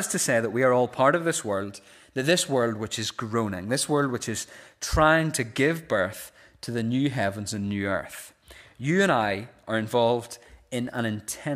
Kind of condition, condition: setting, large echoing room